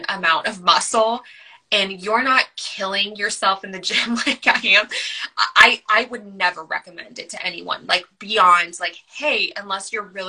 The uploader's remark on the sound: Originally recorded on Instagram Live